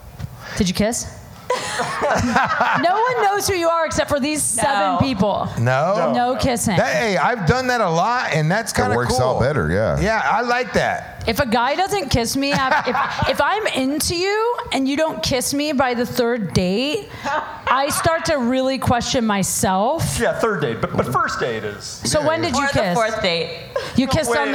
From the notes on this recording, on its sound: LIVE at Saint Rocke